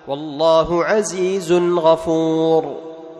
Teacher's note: تذهب باللسان إلى مخرج النون، لأن التنوين عبارة عن نون، تذهب باللسان إلى مخرج النون. · Term: الإظهار